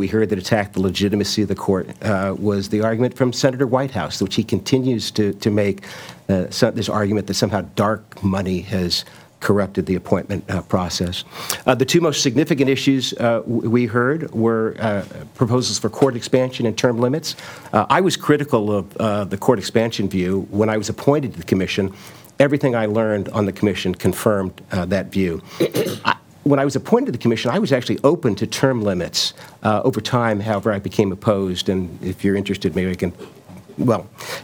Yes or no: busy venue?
yes